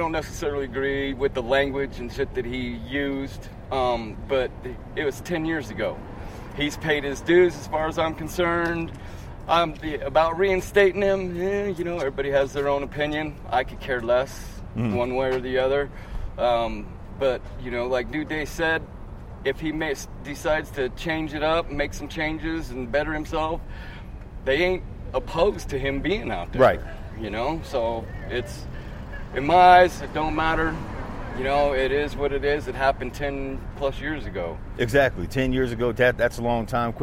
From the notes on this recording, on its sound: Take the mic and wander through downtown Flagstaff.